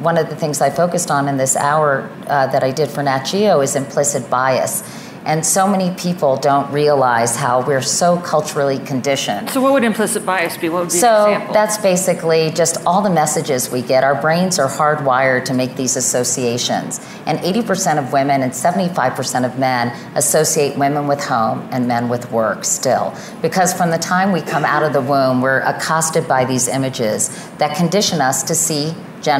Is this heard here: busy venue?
yes